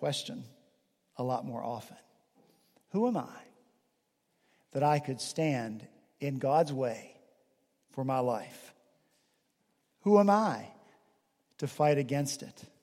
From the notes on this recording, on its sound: At Redeemer Presbyterian Church in Charleston, SC, our senior pastor preached from Deuteronomy 34 in his penultimate sermon.